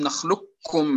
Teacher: ومن قال أنه إدغام كامل يقول ألم نخلقكم، لا يبقى شيء من تلك القاف